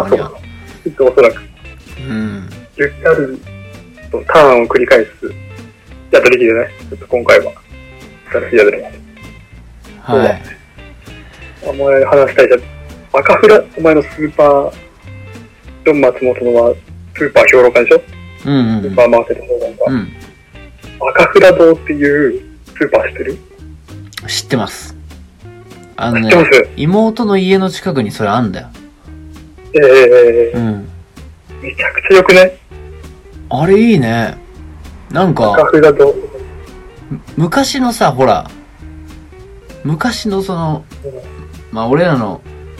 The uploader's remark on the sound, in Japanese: 電話収録の為音声が聞き取りにくい場合がございます。